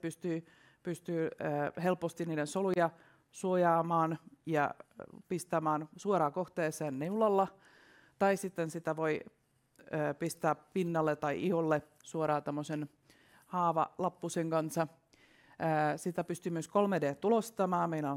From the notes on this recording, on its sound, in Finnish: ÄLY2022-tapahtuma järjestettiin 12.5.2022 hybridimuotoisena kutsuvierastilaisuutena Pikku-Finlandiassa sekä kaikille avoimena online-tapahtumana. Tämä jakso on myös historian ensimmäinen ÄLYcast LIVE -taltiointi.